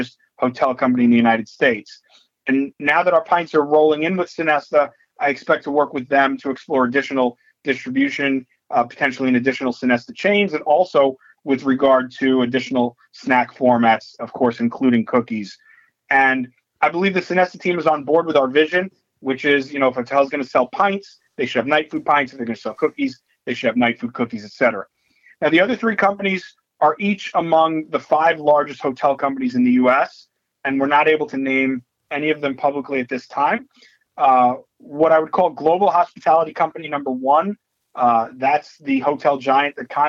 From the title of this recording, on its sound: Nightfood March 2023 Conference Call